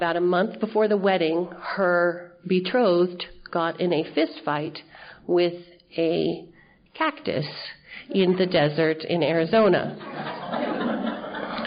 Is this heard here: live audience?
yes